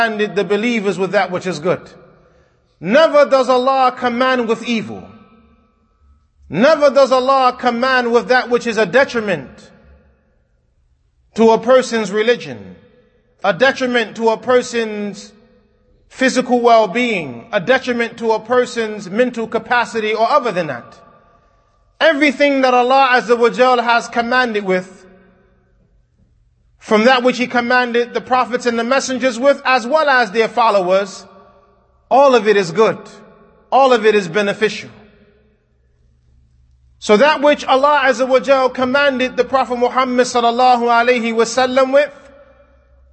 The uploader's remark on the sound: Kutbah given at Masjid Nur Allah, Queens, NY